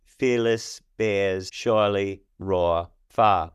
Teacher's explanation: So all of the diphthongs of R, almost all of them, you do not pronounce the R. You do if the following word starts with a vowel.